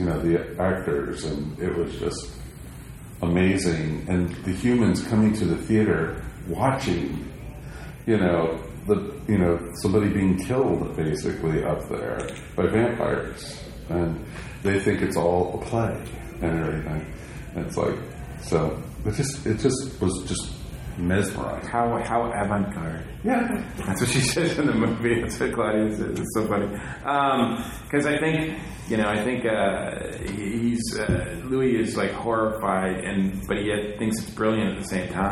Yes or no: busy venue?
yes